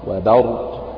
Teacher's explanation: فلا بد أن ترقق الباء وتجعلها باء وليست با، رغم أنها جاورت حرفين مفخمين هما الراء والقاف، لكن احرص على ترقيق هذه الباء.